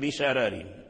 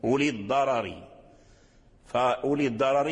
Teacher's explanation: ورش رقق الراء بشرر وفخم الراء من قوله تعالى أولي الضرر. وعلل الناظم بأن تقدمها حرف مستعلين وهو الضاد، ثم الراء المفتوحة هي يعني بمنزلة فتحتين، فقوي جانب التفخيم على جانب الترقيق، وبينما بشرر ليست كذلك، فالشين ليس من حروف الاستعلاء التي توجب التفخيم.